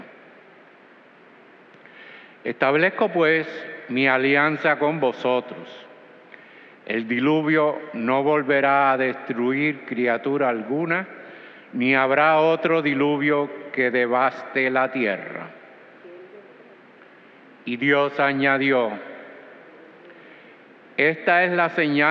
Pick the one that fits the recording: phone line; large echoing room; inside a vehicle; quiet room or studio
large echoing room